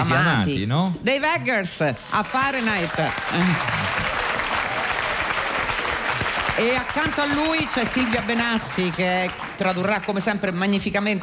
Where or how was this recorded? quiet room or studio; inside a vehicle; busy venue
busy venue